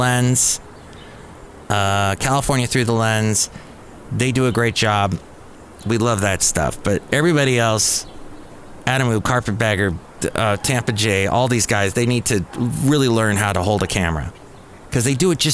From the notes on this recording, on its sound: podcasts live from Café Anyway